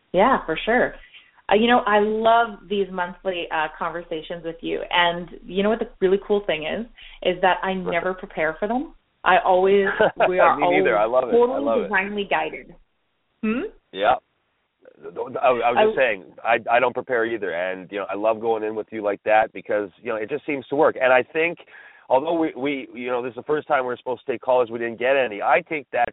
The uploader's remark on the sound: We are opening up the phone lines.